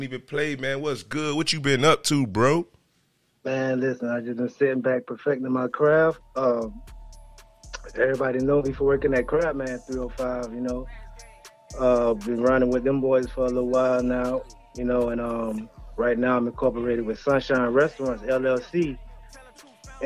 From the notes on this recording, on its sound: joins us on the phone